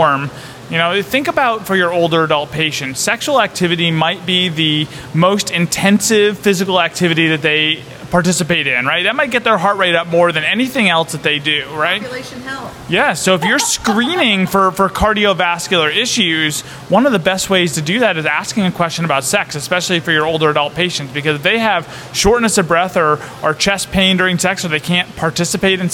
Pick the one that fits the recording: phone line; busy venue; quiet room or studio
busy venue